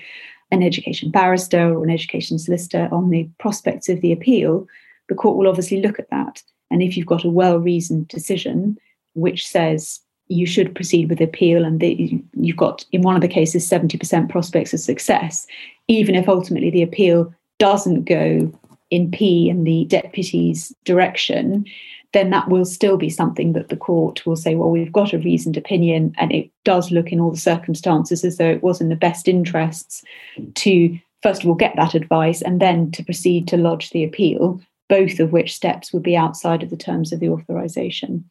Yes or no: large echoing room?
no